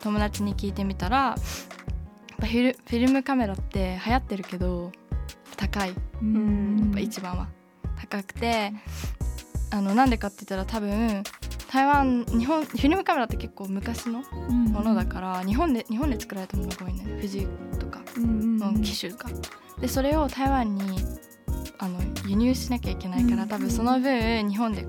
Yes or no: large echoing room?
no